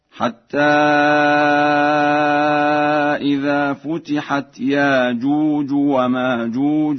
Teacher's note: قرأ ورش لفظ يأجوج ومأجوج بإبدال الهمزة فيهما